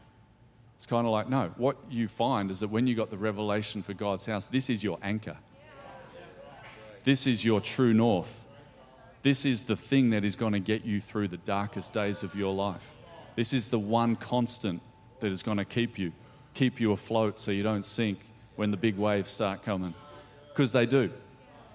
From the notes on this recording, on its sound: Recorded during our 5pm service.